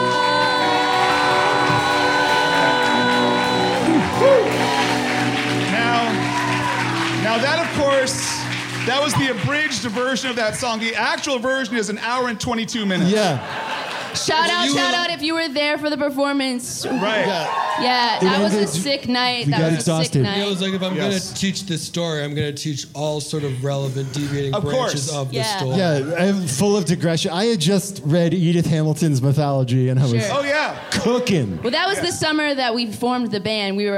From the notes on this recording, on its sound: The following was a live performance from everyone's favorite four lead singer Emo band at the Elysian theater on March 25 2022 in Los Angeles.